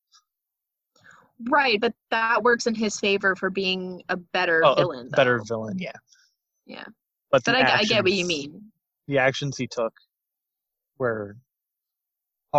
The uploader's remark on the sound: It was a rough recording session this time around